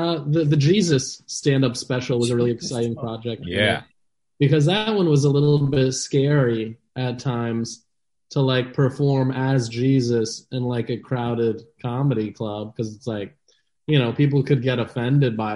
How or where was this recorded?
video call